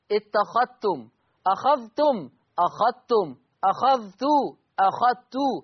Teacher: أضغم ورش الذال الساكنة في التاء المتحركة في لفظ اتخذتم لا يتلفظ بالذال